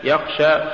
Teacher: لولا همس الخاء لصارت غينا